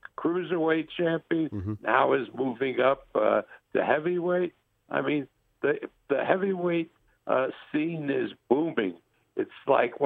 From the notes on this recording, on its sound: We start the week off with a telephone call